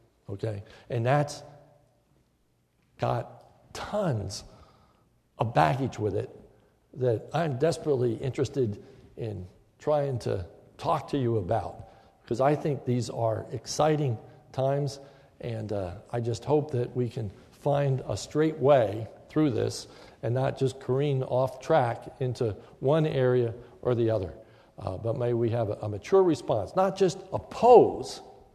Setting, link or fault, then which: setting, large echoing room